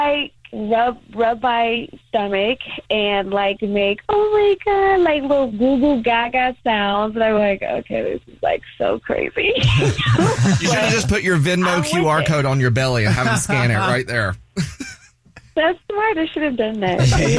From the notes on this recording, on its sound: There is a woman on the phone.